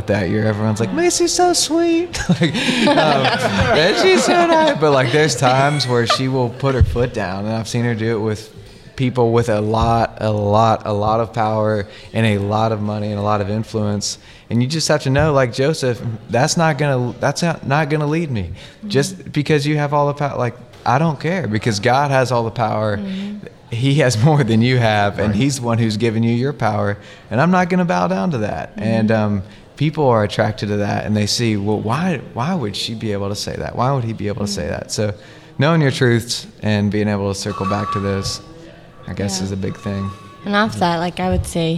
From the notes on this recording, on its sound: Thanks to Station Coffeehouse for letting us use your beautiful space to record!